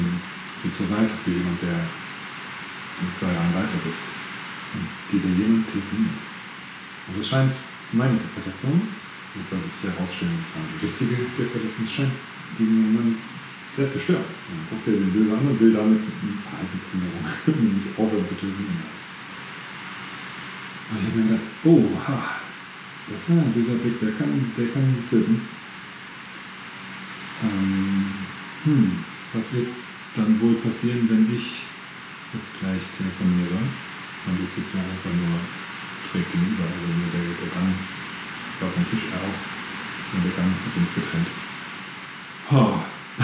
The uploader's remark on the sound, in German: Nochmals sorry für die Tonqualität heute.